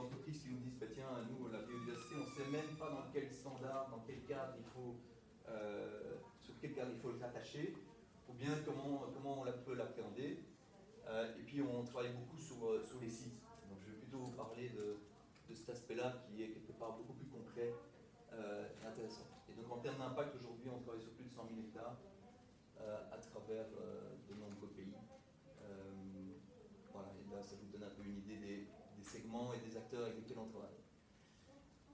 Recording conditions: poor microphone